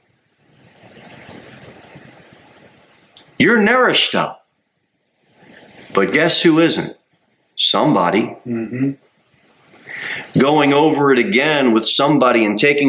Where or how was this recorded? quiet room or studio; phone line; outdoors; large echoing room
large echoing room